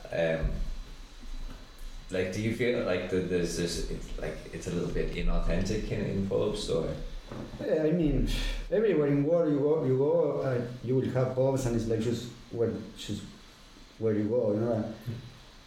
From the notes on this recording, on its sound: Just a quick note before we begin on the sound quality in this episode. It’s the first time we’ve had 6 people in the studio, well actually we couldn’t fit in the studio so it was recorded in a different room, so the quality of the sound isn’t quite what you deserve.